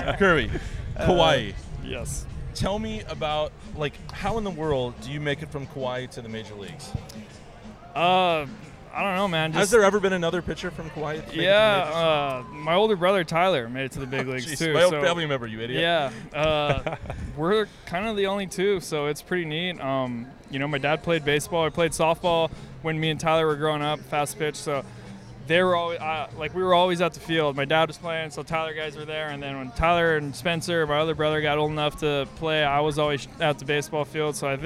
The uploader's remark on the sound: recording this podcast from the field at Petco Park during batting practice